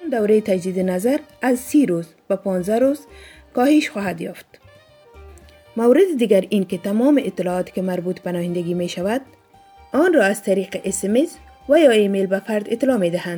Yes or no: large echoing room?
no